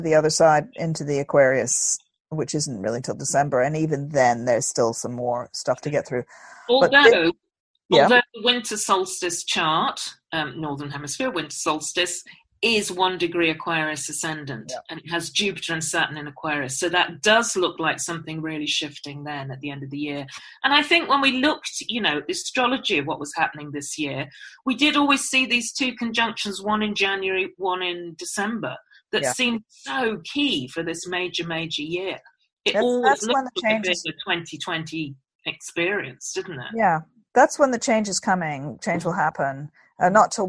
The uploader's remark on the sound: We're still recording our podcast over zoom from Oxford and Guildford so please excuse a few little glitches.